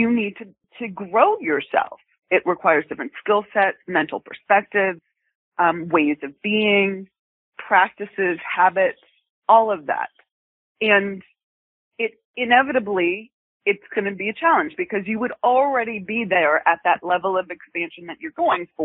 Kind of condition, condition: link, phone line